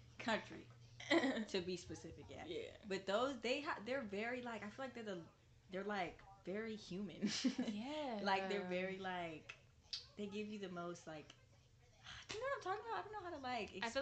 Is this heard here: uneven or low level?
yes